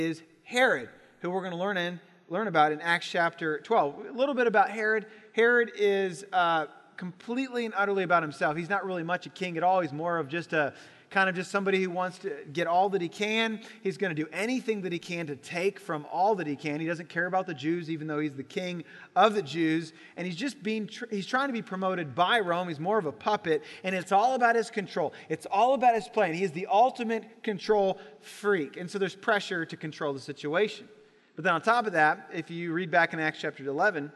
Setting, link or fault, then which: setting, large echoing room